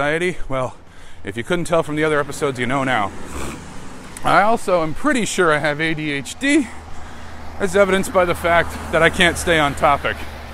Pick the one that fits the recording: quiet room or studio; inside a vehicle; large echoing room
inside a vehicle